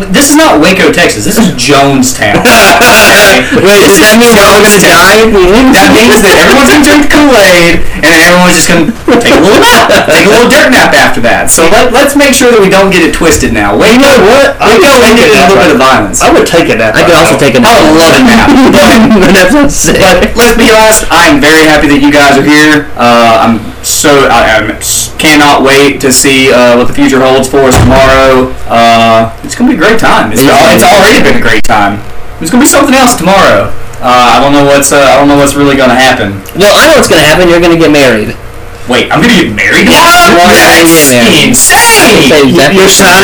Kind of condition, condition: fault, poor microphone